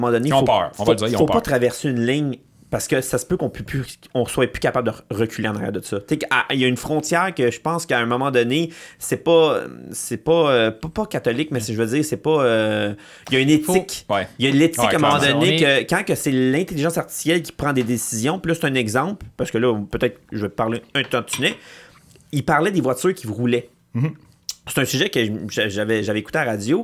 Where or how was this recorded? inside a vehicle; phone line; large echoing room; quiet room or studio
quiet room or studio